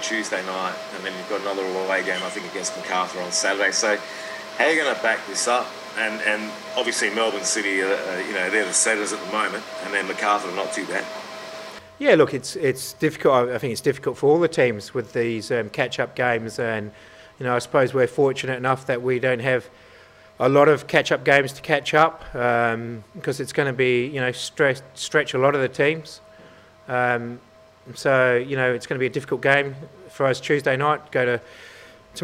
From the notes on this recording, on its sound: Post-match Press Conference | Wellington Phoenix v Adelaide United.